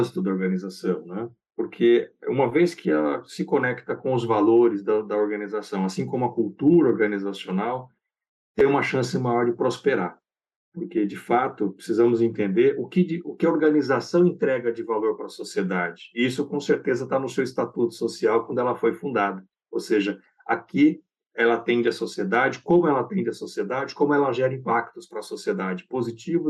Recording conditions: video call